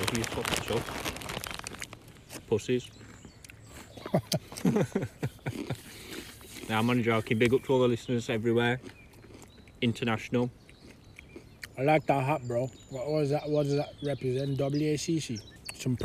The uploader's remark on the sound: Their first non-Skype podcast, brought to you live from the Wilderness including an interaction with at canal pirate.